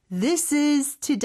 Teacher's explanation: 오늘 문장에서 연음은 this is 이 부분이 되거든요